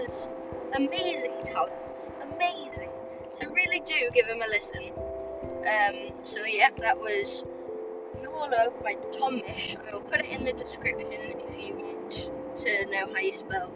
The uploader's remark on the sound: Sorry about the sound